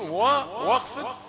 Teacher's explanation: واو رقيقة بعدها صوت الخاء المفخمة